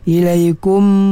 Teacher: menzahirkan sifat yang asli kepada mim yang sukun, iaitu gunnah · Term: izhar syafawi